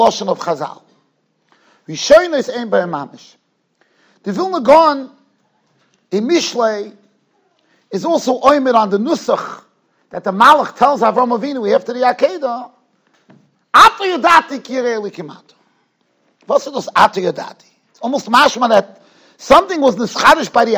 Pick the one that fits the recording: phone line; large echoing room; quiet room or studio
large echoing room